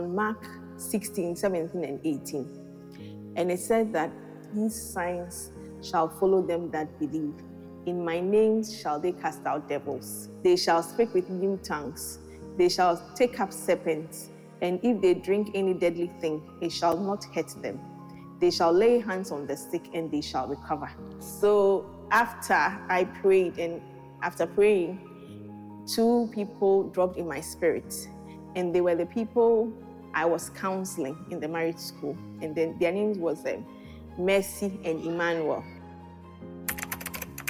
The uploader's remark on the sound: Preached at The Qodesh